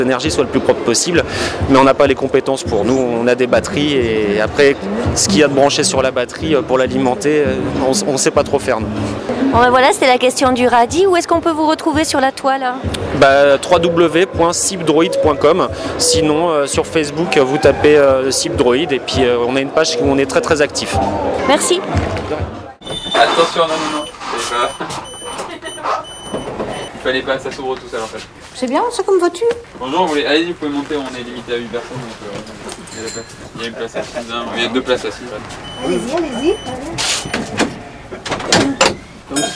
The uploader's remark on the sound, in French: À Futurapolis à Toulouse. Balade sonore à bord du véhicule autonome EZ10.